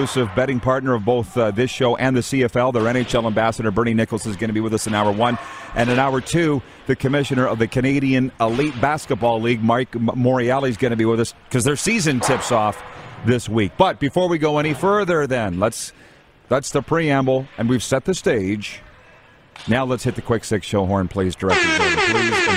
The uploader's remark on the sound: Live from the Centennial Cup in Estevan, SK! We are LIVE from the city of Estevan, Saskatchewan for the 2022 Centennial Cup Junior Hockey Championship for the CJHL.